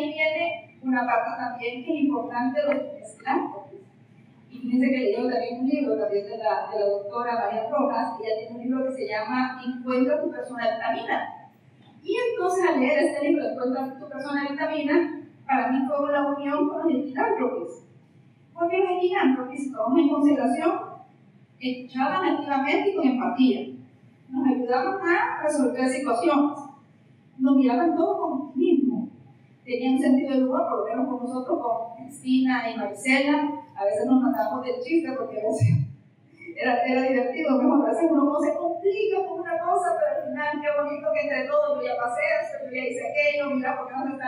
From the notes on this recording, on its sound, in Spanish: Les sere sincera que he luchado un poco para dejar el audio lo mas limpio posible, perdon por el audio el celular lo tenia en la mesa de enfrente al podio para poder tambien grabar el video para el recuerdo de tan grato honor.